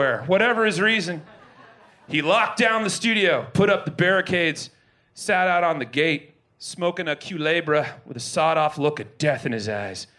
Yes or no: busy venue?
yes